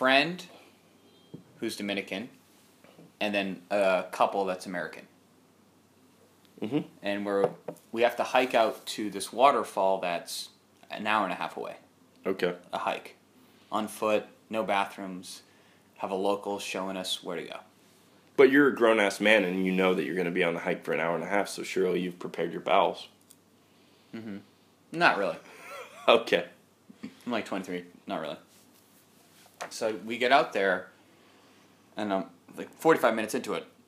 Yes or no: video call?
no